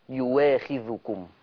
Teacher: شلت الهمزه ونطقت واو مفتوحه